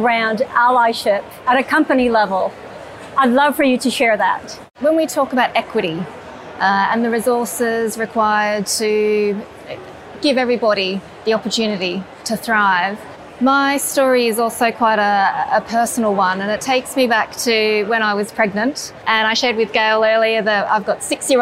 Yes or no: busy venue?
yes